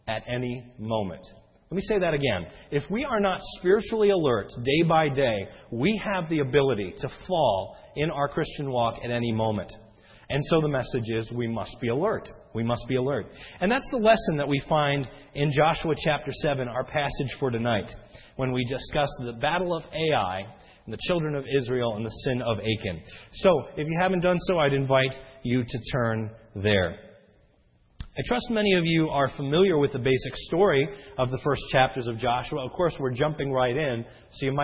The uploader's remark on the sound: This sermon was recorded om 6/06/10 in the evening service.